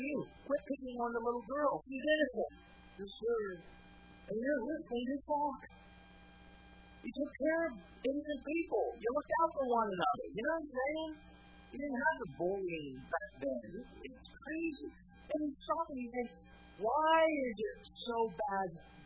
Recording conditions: large echoing room